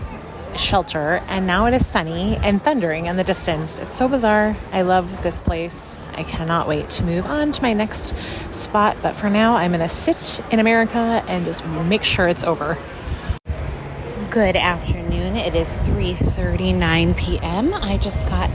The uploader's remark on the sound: Live from Disney. Live from the parks.